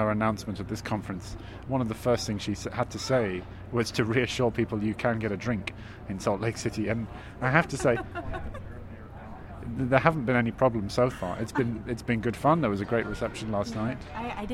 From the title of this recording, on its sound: live from day one of NCBDS 33